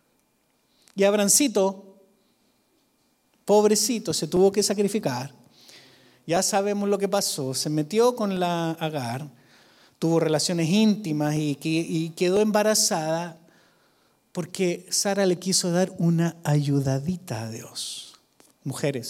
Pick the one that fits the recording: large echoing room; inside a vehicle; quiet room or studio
large echoing room